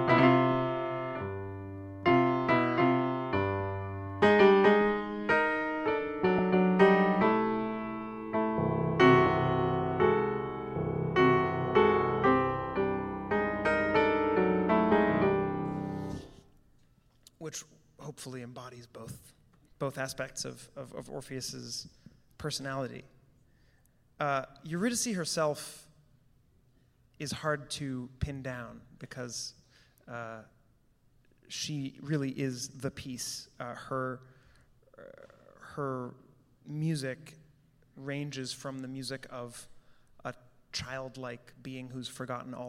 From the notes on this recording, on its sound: A Pre-Performance Talk. Recorded live on Saturday, February 8, 2020.